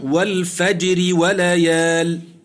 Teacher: الراء في الفجر مكسورة طرفا حالة الوصل وقبلها ساكن صحيح وهو الجيم ترقق